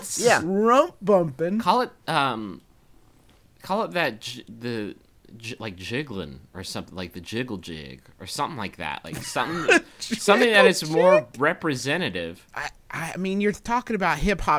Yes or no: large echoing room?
no